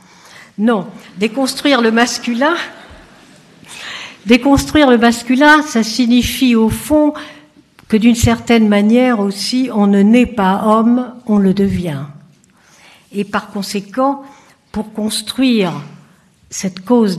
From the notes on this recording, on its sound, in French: Conférence inaugurale de l'édition 2004 des Rendez-vous de l'Histoire.